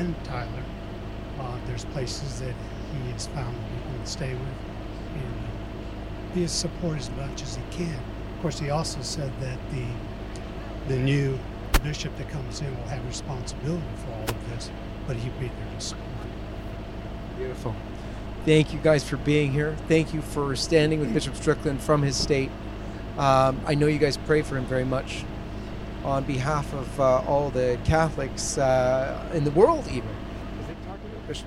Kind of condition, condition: setting, outdoors